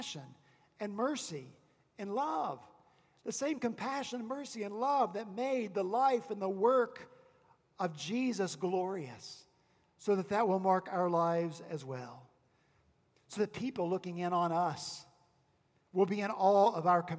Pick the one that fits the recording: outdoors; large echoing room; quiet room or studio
large echoing room